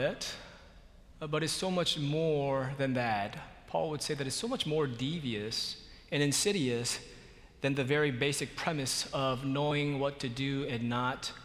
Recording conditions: large echoing room